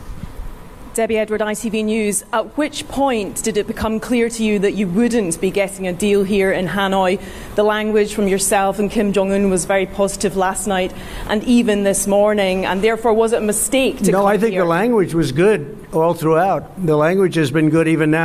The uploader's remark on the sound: News Conference in Hanoi after Summit with Kim Jong Un.